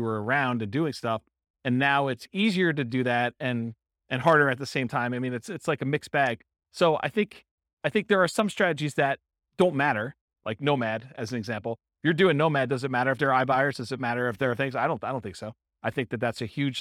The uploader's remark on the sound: Boise, Idaho. This was a live class recorded.